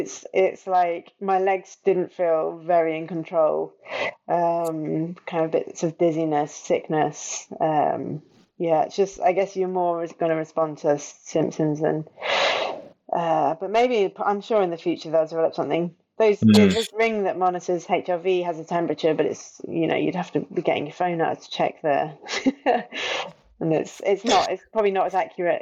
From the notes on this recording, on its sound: The audio quality is fairly poor on this one.